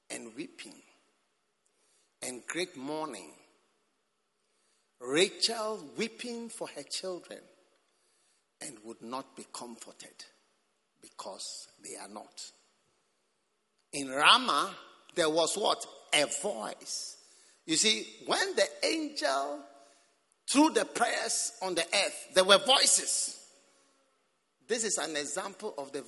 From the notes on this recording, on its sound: Preached at a Revival 7 service at the First Love center